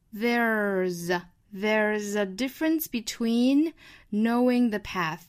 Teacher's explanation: 美音版呢我们注意 There's 卷舌卷回来之后再去加 z